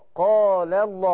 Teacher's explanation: لم قال مرققة صح؟ ولم لفظ الجلالة هي المفخمة، فخلصي ده من ده.